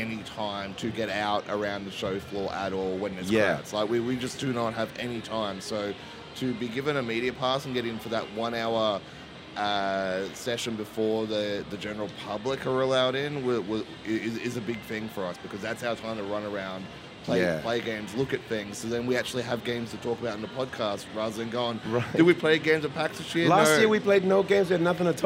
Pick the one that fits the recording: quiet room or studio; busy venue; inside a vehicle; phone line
busy venue